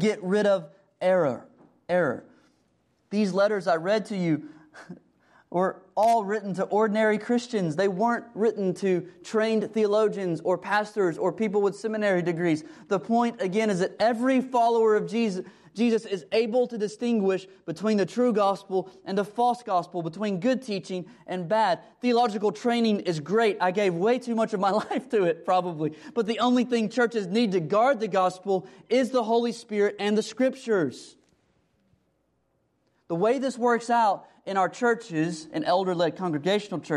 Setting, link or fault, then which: setting, large echoing room